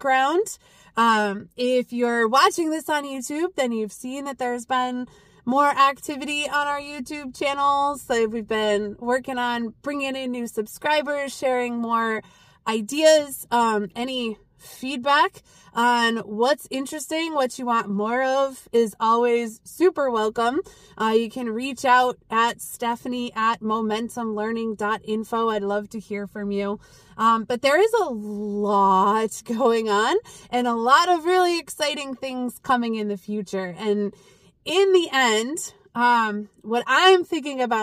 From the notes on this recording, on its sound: Back in the car for a old school episode this week!